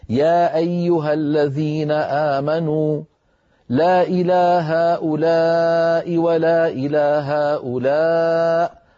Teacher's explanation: يمكن أن نقرأ لحفص المد المنفصل بمقدار حركتين